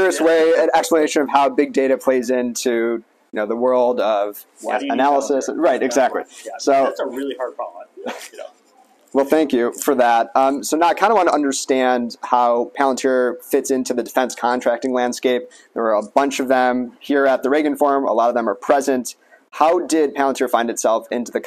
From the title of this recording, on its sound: Live from RNDF22